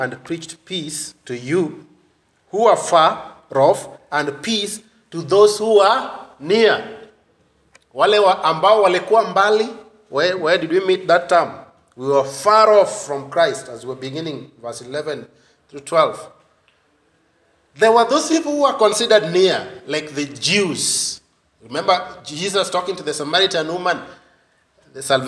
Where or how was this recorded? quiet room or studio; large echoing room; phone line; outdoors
large echoing room